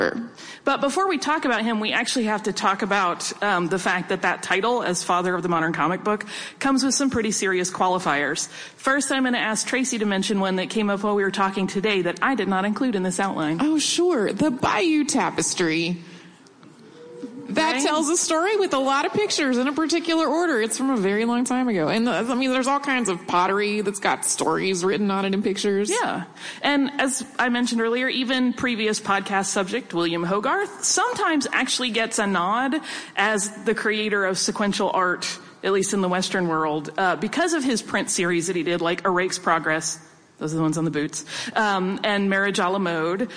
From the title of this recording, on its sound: SYMHC Live at NYCC